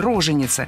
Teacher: А ударение на первом слоге – роженица – считалось ошибкой.